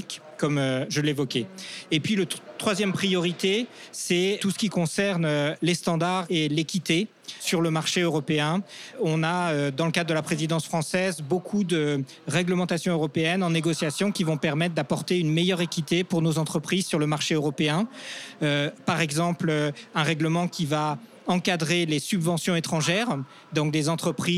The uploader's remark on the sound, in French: Enregistré depuis le salon Global Industrie qui s’est tenu du 17 au 20 mai à Paris. Tous les deux ont ainsi pris place dans le studio d’enregistrement du Hall 5 du Parc des Expositions de Villepinte pour répondre aux questions de notre journaliste.